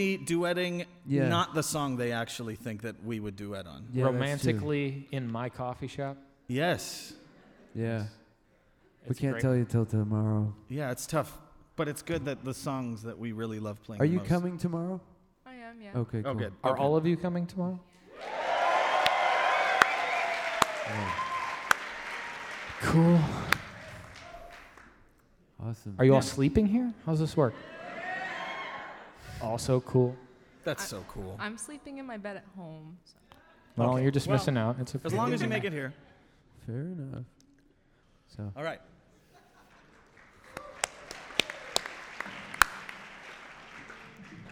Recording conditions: live audience